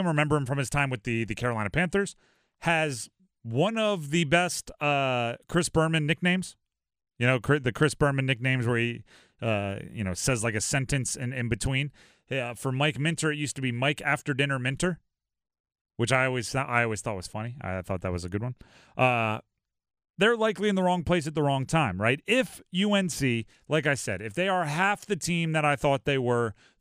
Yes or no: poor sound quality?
no